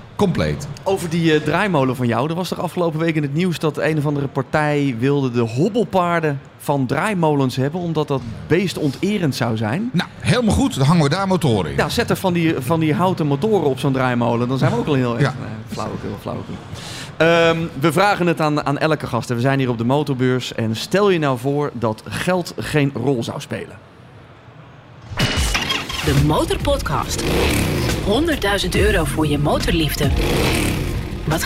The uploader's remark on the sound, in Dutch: Deze MOTORbeurs special is opgenomen tijdens MOTORbeurs Utrecht 2024.